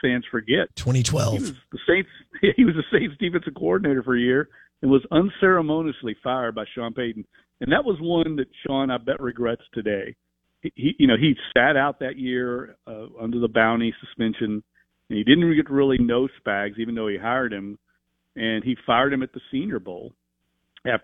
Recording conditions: phone line